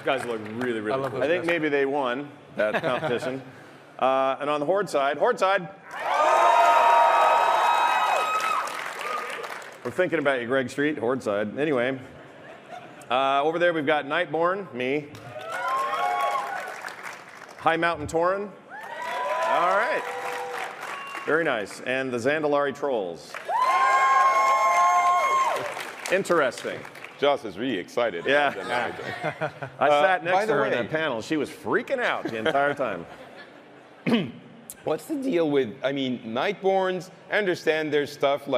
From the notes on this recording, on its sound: Our live panel from the Blizzcon Epic Stage!